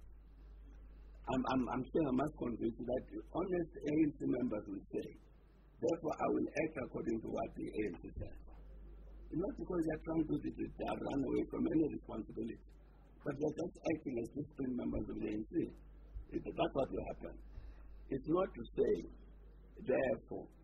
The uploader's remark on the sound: live from NASREC